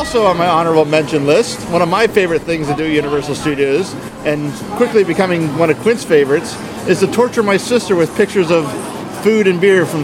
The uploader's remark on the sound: record on location at Universal Studio Resort Orlando